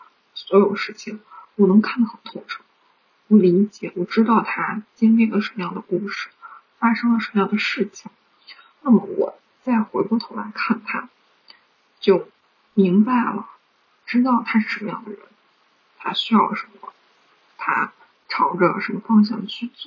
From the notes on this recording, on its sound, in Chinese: 开头收音没收好，后面又重新录了一遍。